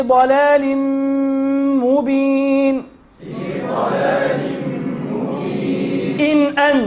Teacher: ادغام التنوين في الميم باش بغن